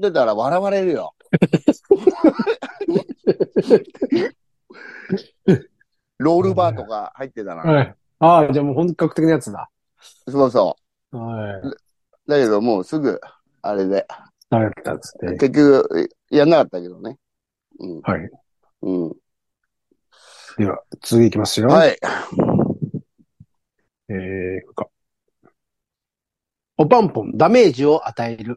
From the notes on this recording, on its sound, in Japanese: ZOOMで収録